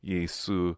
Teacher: there is no sh. So the closest thing is just an S sound with the sigma.